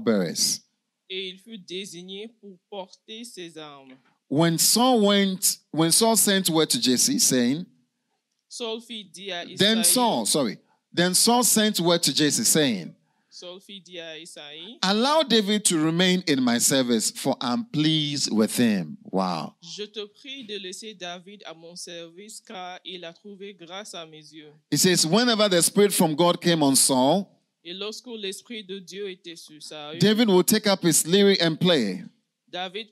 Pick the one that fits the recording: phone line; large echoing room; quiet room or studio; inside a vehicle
large echoing room